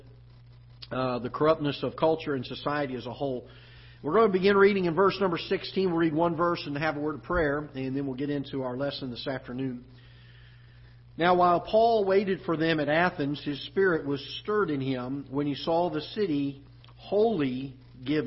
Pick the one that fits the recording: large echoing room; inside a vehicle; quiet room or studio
large echoing room